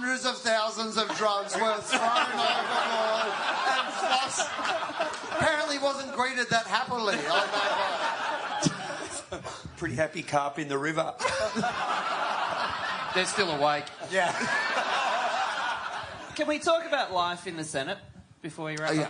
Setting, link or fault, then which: setting, live audience